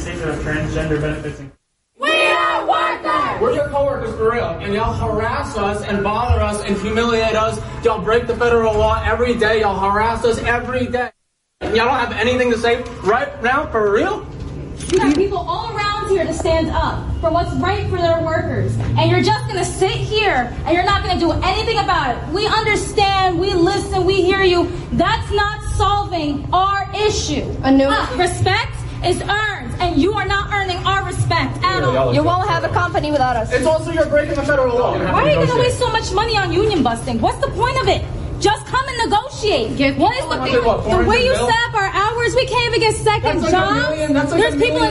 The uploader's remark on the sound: Sounds from May Day '23: Union Square Rally and Starbucks Workers Confront Management.